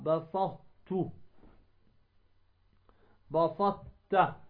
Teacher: تدغم الطاء ولا تقوم بلفظها